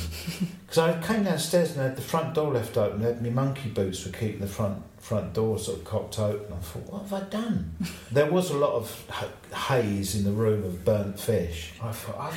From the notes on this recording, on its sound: This episode was recorded back stage at the Barbican at a show we were both playing that night. You may hear the echo of the room and musicians bobbing past now and again.